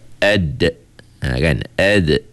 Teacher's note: Huruf dal dengan ta ini kedudukannya ialah hujung lidah menyentuh pangkal gigi.